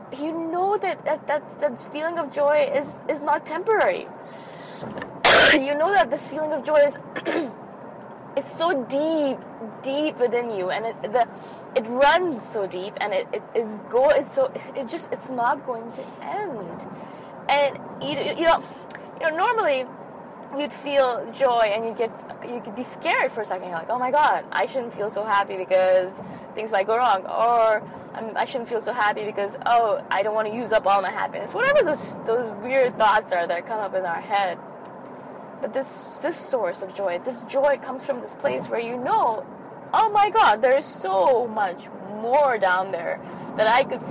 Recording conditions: inside a vehicle